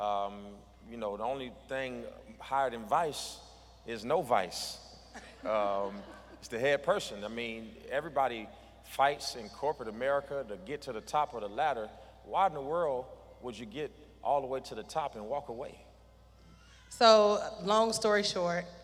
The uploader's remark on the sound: This segment was Originally recorded at The Lighthouse Church.